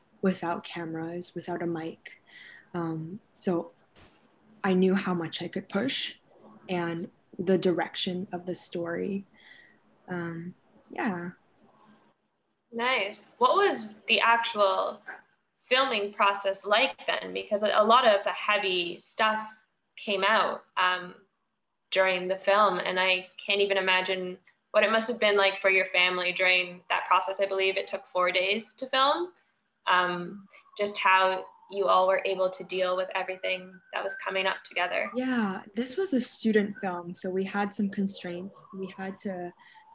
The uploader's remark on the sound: Bonus Q&amp;A from our live virtual screening. Enjoy this bonus Q&A from our live virtual screening of No Crying at the Dinner Table (2019) in December 2020.